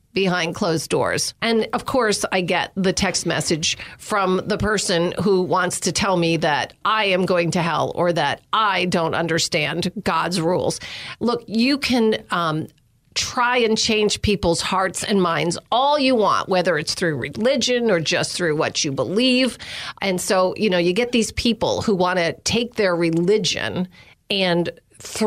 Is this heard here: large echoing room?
no